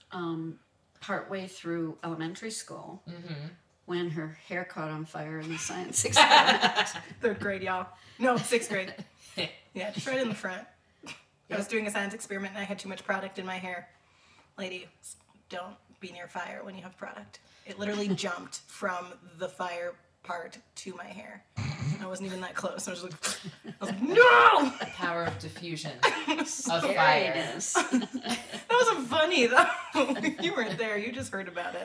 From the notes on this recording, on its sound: Featuring some jacked audio because we tried to be fancy with a new microphone.